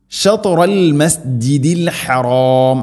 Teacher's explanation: ത ഉച്ചരിക്കുന്ന സമയത്ത് നാവിൻ്റെ മധ്യഭാഗം അണ്ണാക്കിലേക്ക് ചേർന്ന് നിൽക്കണം, അതാണ് ഷത്റ. ഷത്റ ഷത്റ എന്നല്ല, നാവിൻ്റെ മുതുക് നമ്മുടെ മേലെ മുൻപല്ലുകളുടെ മുരടിൽ മാത്രമല്ല, അത് മഹ്റജ്, അതിൻ്റെ കൂടെ നാവിൻ്റെ മധ്യഭാഗം അണ്ണാക്കിലേക്ക് ചേർന്ന് നിൽക്കണം, അതാണ് ഷത്റ.